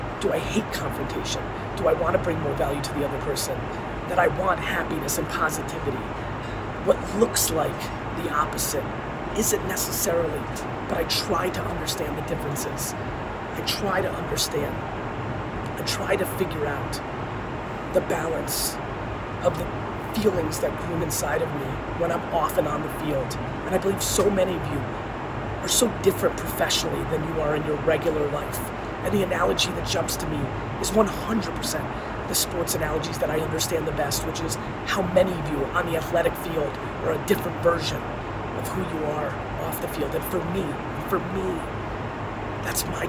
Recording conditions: phone or laptop microphone